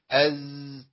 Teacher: صوت بس مفيش هوا، لو طلع هوا يبقى أنا بخش على المكان اللي بيطلع منه السين